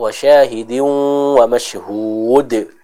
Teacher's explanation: Qalqalah, dibaca dengan sempurna tanpa adanya udara yang keluar dari huruf dal tersebut